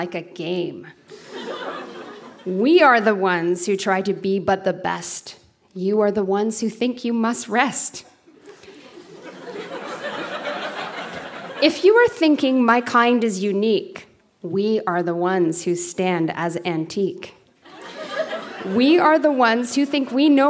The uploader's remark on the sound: Recorded live at The Spice Factory in Hamilton.